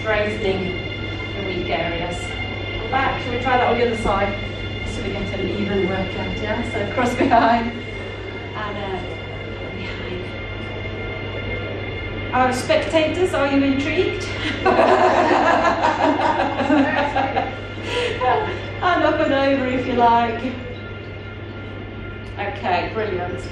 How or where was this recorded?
busy venue